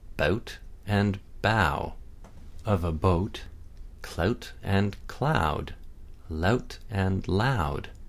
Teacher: As you speak the sound, you will feel your lips round into the second half of the diphthong, and you may feel the tongue sliding back as your mouth closes. Some Canadians typically raise the beginning of the diphthong when it's followed by a voiceless consonant